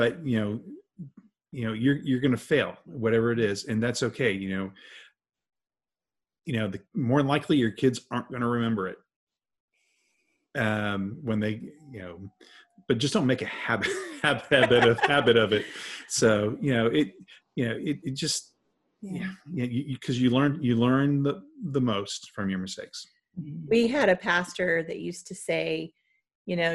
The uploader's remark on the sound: sat down on a Zoom call